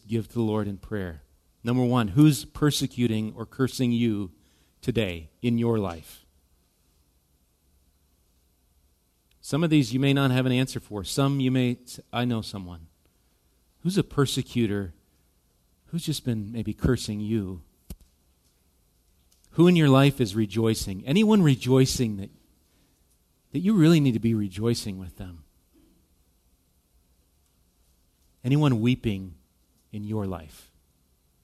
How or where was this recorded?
large echoing room